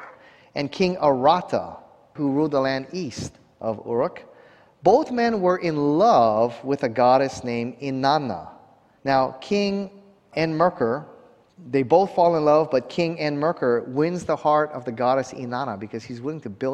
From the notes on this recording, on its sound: 2021 Waterhouse Lecture Series. At a conference hosted by the Waialae Baptist Church.